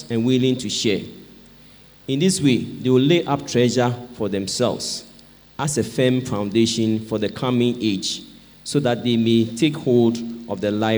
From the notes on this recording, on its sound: Sermon preached at CBC Adabraka Campus